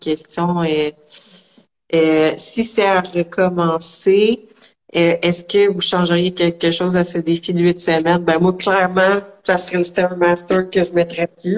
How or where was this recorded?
video call